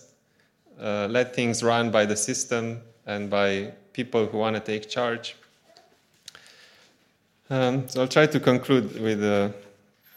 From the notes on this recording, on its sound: Audio from a sermon in Hatch End